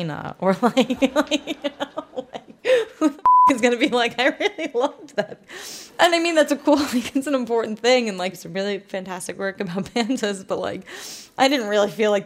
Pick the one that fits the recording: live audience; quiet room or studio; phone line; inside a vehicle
live audience